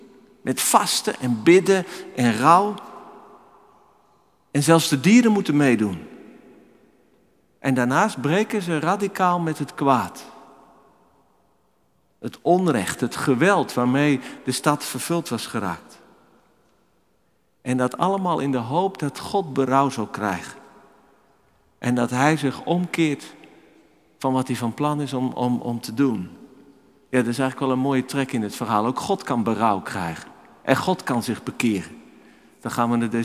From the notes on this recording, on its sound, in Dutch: Opgenomen in de Noorderkerk te Amsterdam.